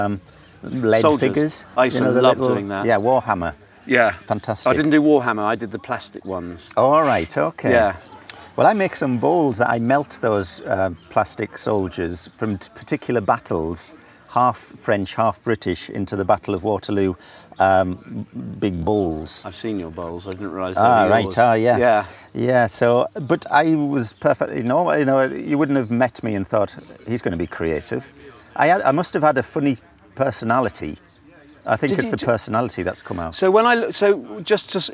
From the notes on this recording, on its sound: This is a Mavericks Podcast Special Edition from the July 2017 DO Lectures in West Wales. A number of DO attendees as well as featuring some bits of my own talk at the event.